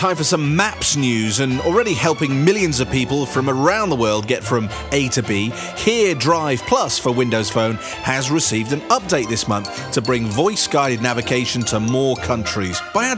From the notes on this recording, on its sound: live at the London launch of Cortana